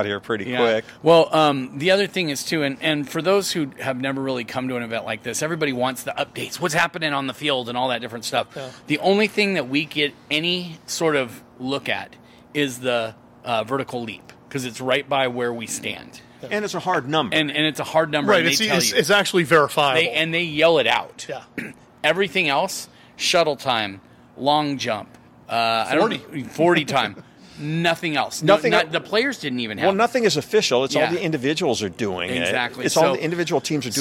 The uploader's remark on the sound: DawgmanRadio at Washington's Pro Day